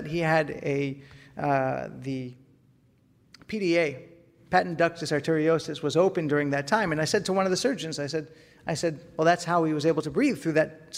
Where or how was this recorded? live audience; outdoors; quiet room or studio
live audience